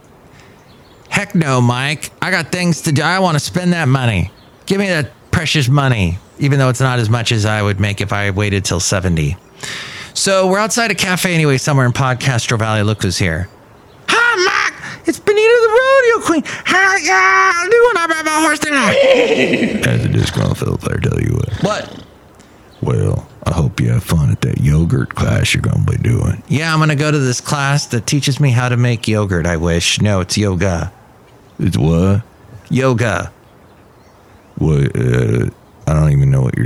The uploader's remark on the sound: podcasts live from Café Anyway